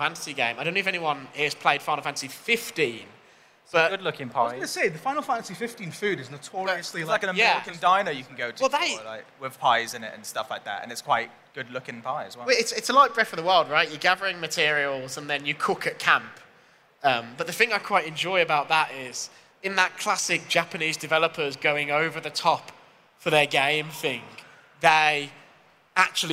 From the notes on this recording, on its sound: We decided to ask it for our first ever live podcast, recorded at EGX London earlier this year, with an open mic for members of the audience to chime in with their suggestions.